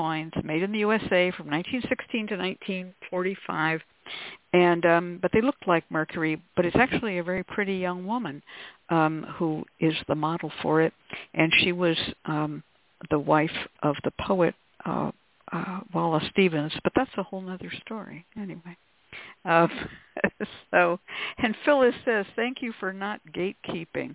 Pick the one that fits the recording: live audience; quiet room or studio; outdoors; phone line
phone line